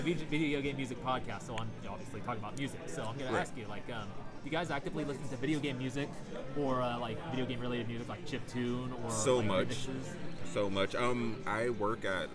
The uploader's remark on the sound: In The Field At Sacramento Gamers Expo